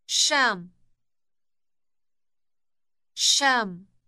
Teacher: Note the elongated sh sound at the beginning.